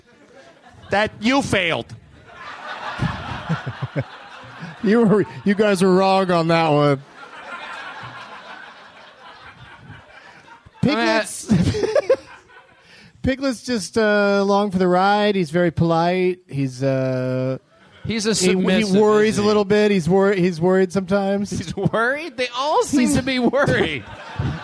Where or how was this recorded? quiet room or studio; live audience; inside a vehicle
live audience